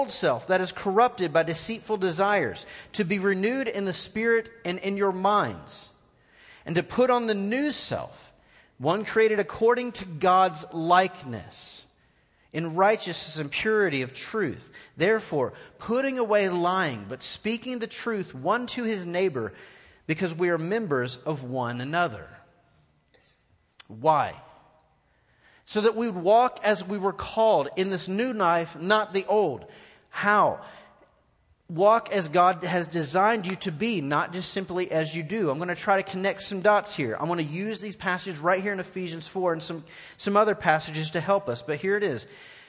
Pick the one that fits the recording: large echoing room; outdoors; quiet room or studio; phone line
large echoing room